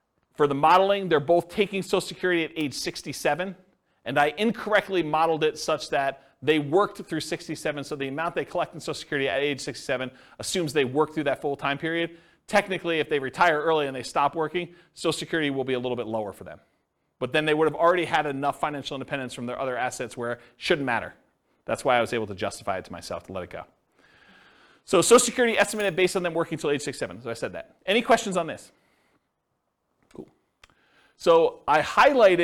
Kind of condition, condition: setting, live audience